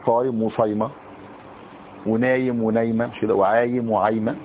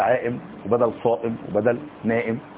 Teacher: ويسهل مرة يعني لا ينطق همزة ينطق ياء أو ينطق واو · Shown in: first take